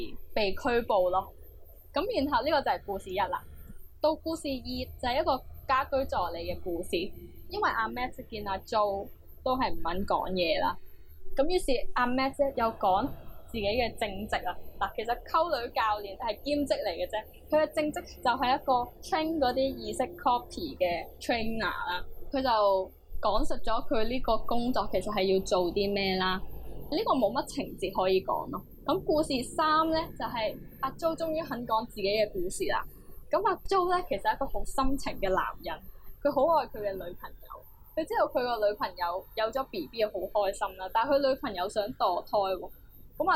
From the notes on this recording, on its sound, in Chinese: 今集又出現咗技術問題同收音環境有啲嘈，後期處理都冇辦法完全清乾淨。要等我哋有錢買咪先解決到。